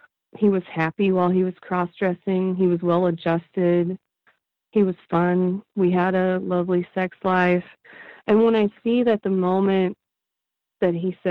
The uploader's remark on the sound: I spoke with her over the phone from her home in the Midwest.